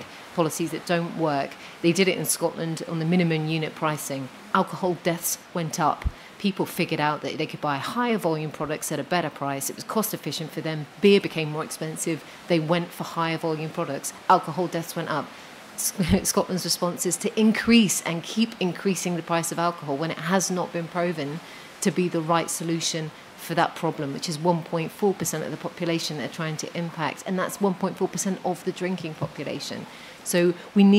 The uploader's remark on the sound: This is an audio version of the panel held by the Institute of Economic Affairs at Conservative Party Conference in 2023